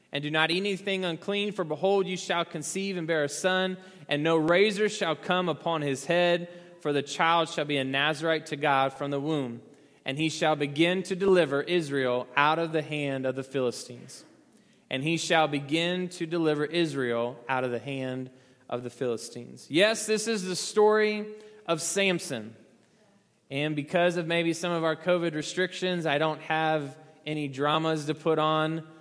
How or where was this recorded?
large echoing room